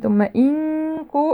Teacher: إخفاء النون الساكنة عند حرف الكاف